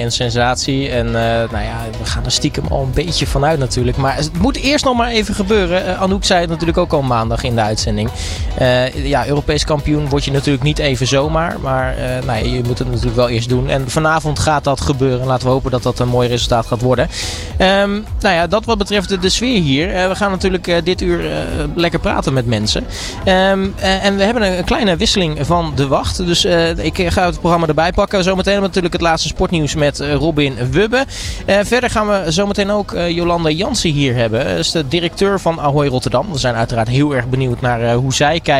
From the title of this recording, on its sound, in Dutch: ALLsportsradio LIVE! vanaf de European Para Championships!